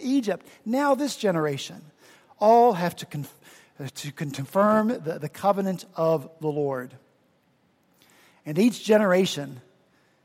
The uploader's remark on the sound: At Redeemer Presbyterian Church in Charleston, SC, we rejoiced to be back together this past Sunday, October 16 after Hurricane Matthew kept us from gathering the Sunday prior.